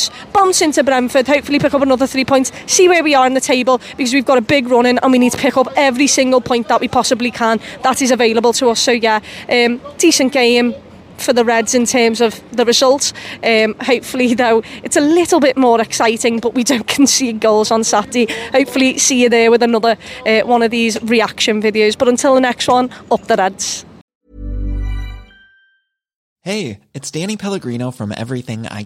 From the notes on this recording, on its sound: outside Anfield